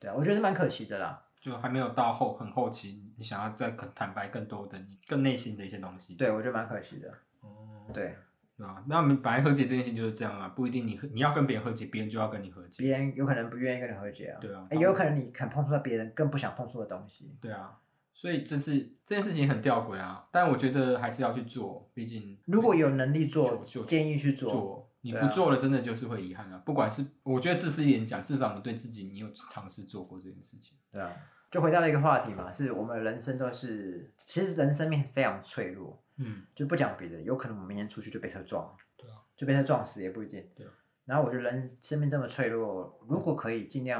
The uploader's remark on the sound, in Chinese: 使用環境音較敏感的設備，音質不好請見諒